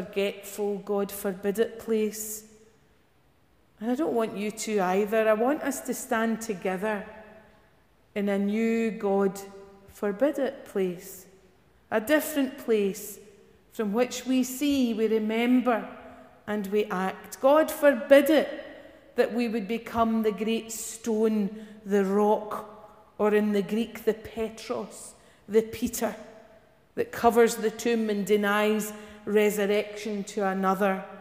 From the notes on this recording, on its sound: Morning worship recorded at Giffnock South Parish Church